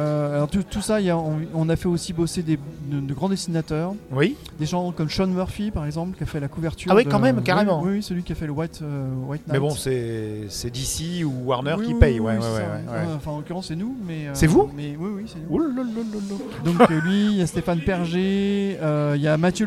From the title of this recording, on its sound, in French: Au salon Imagibière